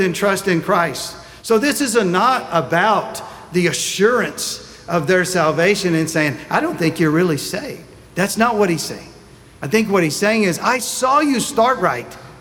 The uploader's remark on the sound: Sunday Message recorded